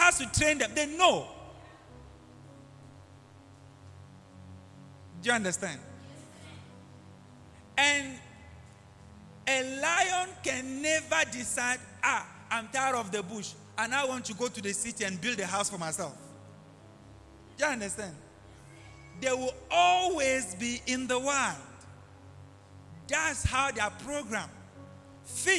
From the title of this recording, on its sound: LIVE AT ABC ROBEGA